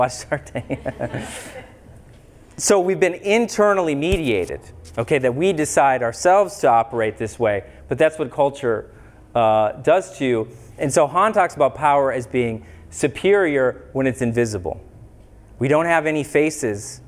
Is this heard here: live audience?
yes